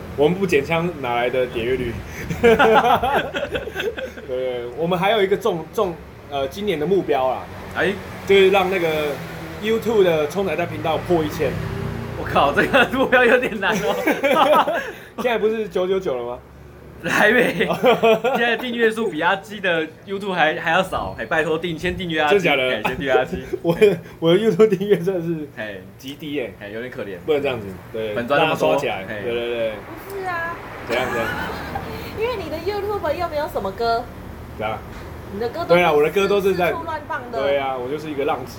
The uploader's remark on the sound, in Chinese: 錄音地點：牽咖啡 Chen Coffee